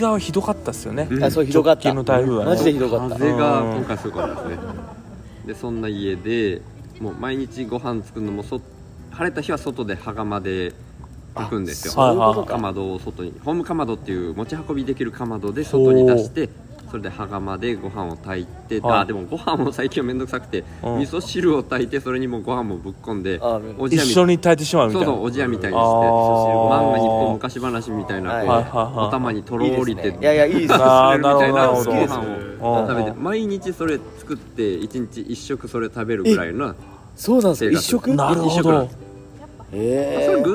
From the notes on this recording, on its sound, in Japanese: 焚き火を囲みながらの収録です。いいかねPalette（福岡）。9/30金曜日のPodcast焚き火フェス前夜祭として。